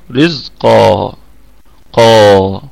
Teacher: في اعلى درجات التفخيم لانها مفتوحة وبعدها الف، مفتوحة طبعا هي منونة، هي منونة هي منونة، يعني احنا هنقف عليها بايه، بمد العوض.